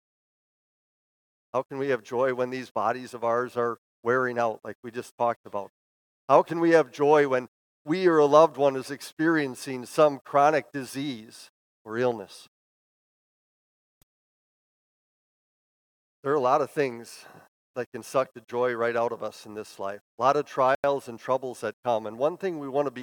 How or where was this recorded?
large echoing room